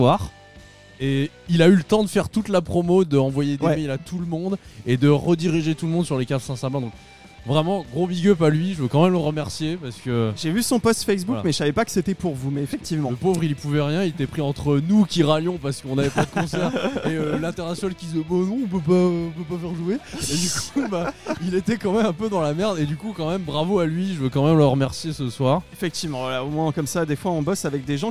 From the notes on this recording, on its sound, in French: enregistré et diffusé en direct dans le bar parisien Hellfest Corner